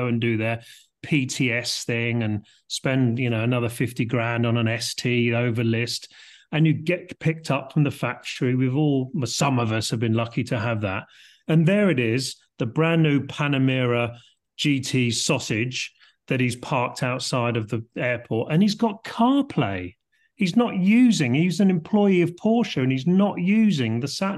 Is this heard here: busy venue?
no